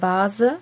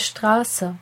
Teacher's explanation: Man unterscheidet in der deutschen Sprache das stimmhafte S wie bei Vase und das stimmlose S wie bei Straße. · Wenn du ein z in eckigen Klammern siehst, weißt du, dass es den Laut s darstellen soll. Das stimmhafte s, der Laut s, klingt weich, summend wie das Summen einer Biene. · IPA: [z]